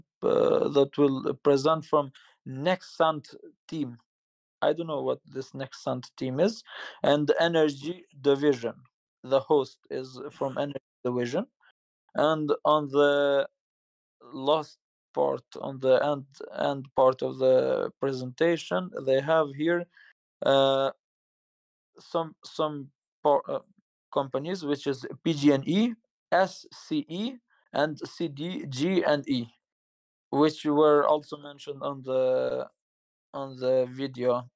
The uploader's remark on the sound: This episode is recorded live from the Energy Web Discord channel